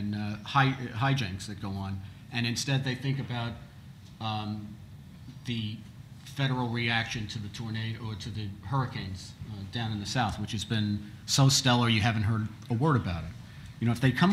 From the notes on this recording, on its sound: The first part of the conference, hosted by The New Criterion and the Social Affairs Unit